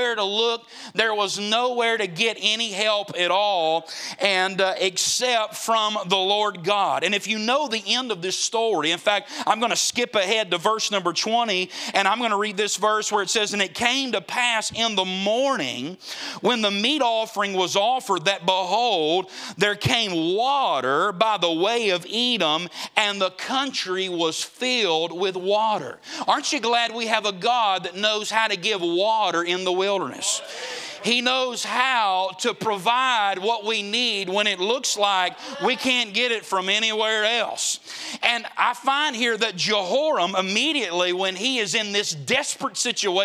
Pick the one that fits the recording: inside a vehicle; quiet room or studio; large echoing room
large echoing room